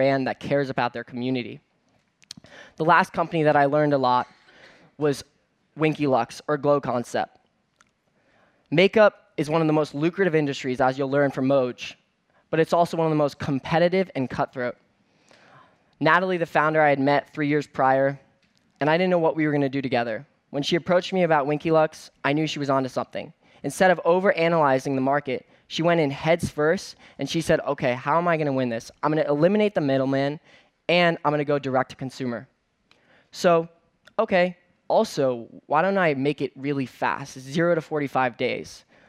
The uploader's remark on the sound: on stage at #BoFVOICES